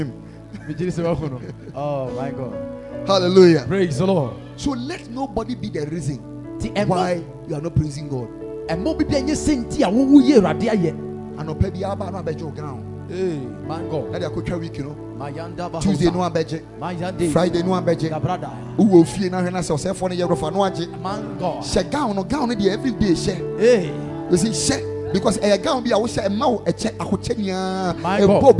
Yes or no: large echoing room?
yes